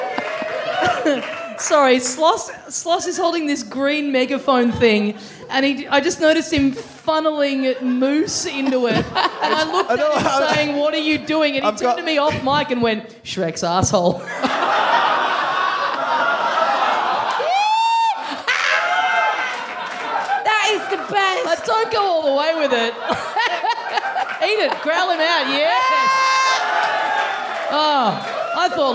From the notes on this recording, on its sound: It's the second of our live episodes from Adelaide